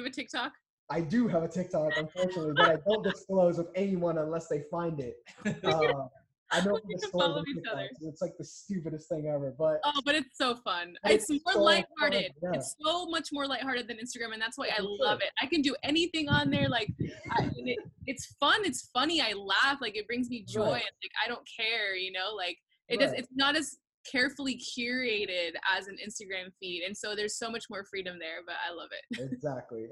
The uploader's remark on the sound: as we figure out how to use ZOOM for a podcast